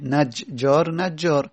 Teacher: گفتیم دو حرف همجنس کنار هم اومدن، اولی ساکن بود دومی متحرک، ادغام میشه